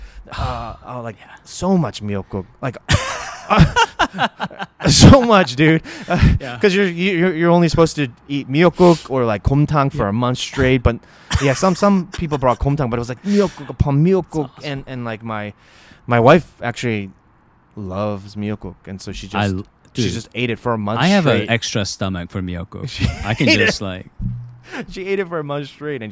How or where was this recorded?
busy venue